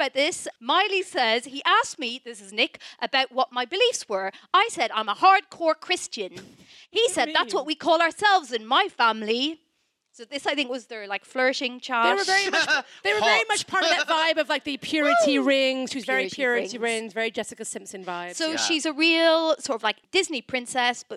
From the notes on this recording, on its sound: Gave the world what it wanted with a live show at the London Podcast Festival! Stepped out in front of the lights - and a baying crowd.